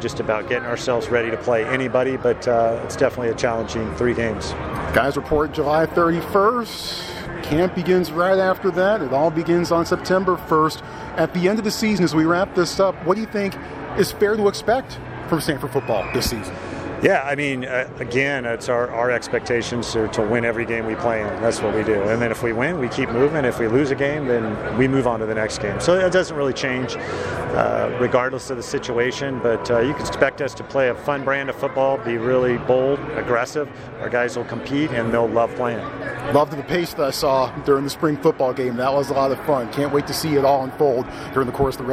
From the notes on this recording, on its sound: Live from Pac-12 Football Media Day in Las Vegas